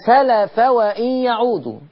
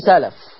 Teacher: عايزة توصلي بس تفتح الفاء. هتقفي تسكني الفاء.